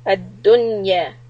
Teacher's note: the noon don't bounce it and don't put a kisra on it